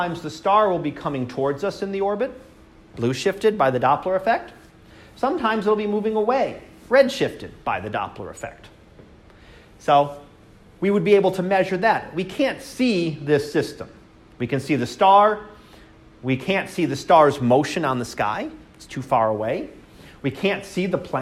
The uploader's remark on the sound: Live Class Lecture